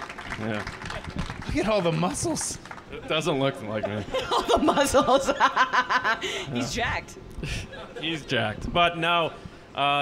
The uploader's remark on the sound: TRB Live Podcast Event. TRB held a live podcast event during Star Wars Celebration. We also did a live crowd-participation version of our segments.